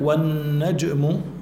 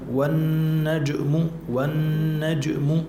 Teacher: والنجم، الجيم ساكنة، الجيم الساكنة فيها قلقلة من أحرف القلقلة، والنجم، والميل فيها إلى الكسر.